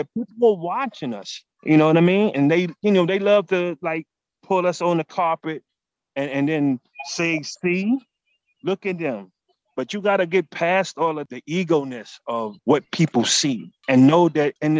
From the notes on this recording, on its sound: speaks by phone